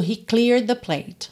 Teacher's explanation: Porque nessa terminação é de, o E não é pronunciado, então eu já junto tudo